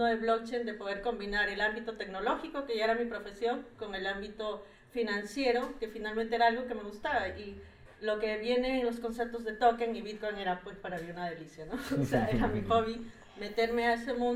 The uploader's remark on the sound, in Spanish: Frente a un público en vivo de nuestra comunidad en el Hotel Santa Cruz. Este evento fue organizado en conjunto por WEBTRES junto a AndinoDAO.